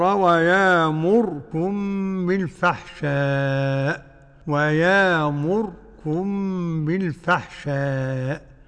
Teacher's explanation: نسكن الراء ونتجنب التكرير